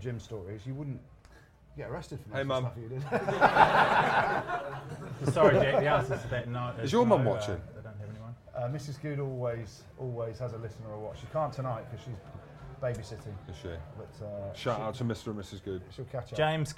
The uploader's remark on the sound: Our first ever live show at The Cabbage Patch in Twickenham. In front of a packed house on Friday evening before the Wales v Ireland game.